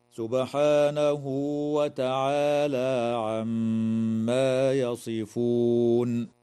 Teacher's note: تقلقل الباء في كلمة سبحانه، وتغن الميم في كلمة عما